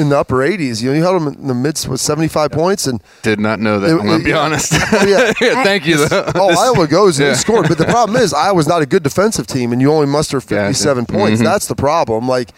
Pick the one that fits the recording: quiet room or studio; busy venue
busy venue